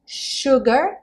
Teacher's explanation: sugar, o S aí vai ter um som de X